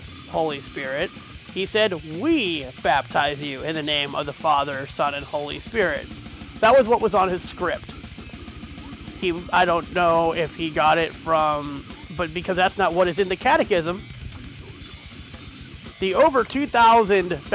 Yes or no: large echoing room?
no